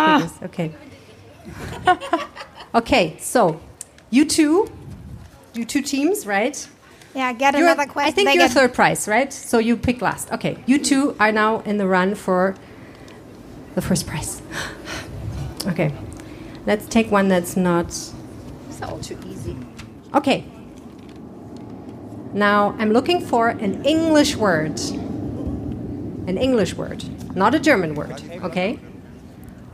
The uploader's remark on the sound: (LIVE & in English). On August 21st, 2023, we met at the Stadtstrand and recorded this special episode just for you.